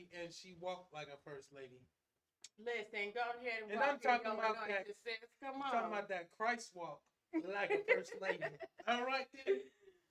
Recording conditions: poor sound quality